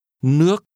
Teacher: Water is pronounced with a rising tone.